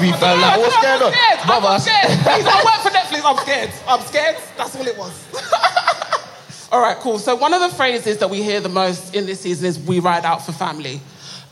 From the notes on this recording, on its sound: A live recording from Top Boy Live, a day of talks and workshops supporting the next generation of British talent in film, TV, music and beyond.